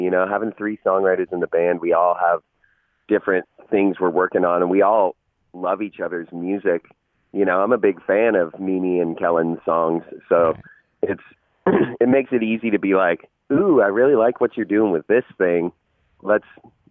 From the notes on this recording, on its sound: caught up by phone